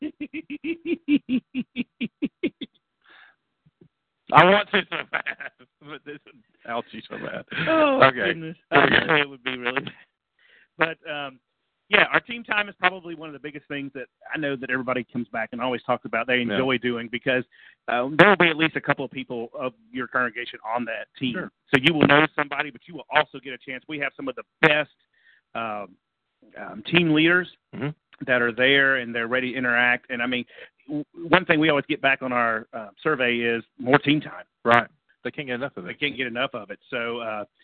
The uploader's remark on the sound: The Exposure Youth Camp call in show